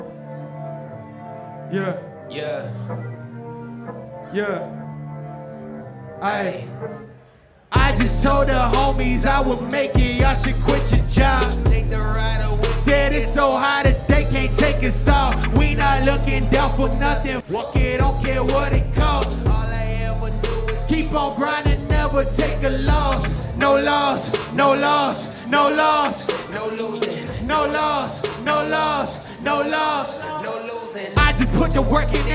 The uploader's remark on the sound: performance burning up the Pioneer stage at the Chreece hip-hop festival in Indianapolis on August 24th, 2019